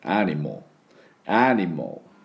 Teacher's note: A を軽くちょっと出すだけです。アニモル、またはもう出さないで M と L をダイレクトでつなげる。